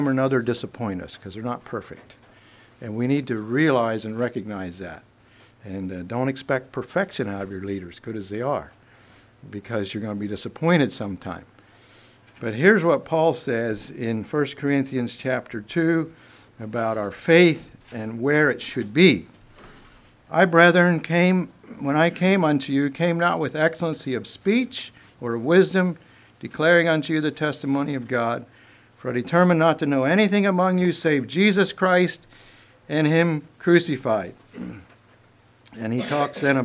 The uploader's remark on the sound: Message preached at Word of Hope